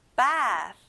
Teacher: 끝에 s 발음이 아니라 th, f 발음이에요. 입에서 바람이 느껴져야 돼요.